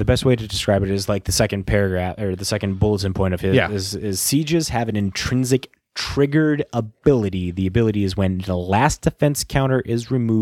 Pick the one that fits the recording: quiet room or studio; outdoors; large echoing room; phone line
quiet room or studio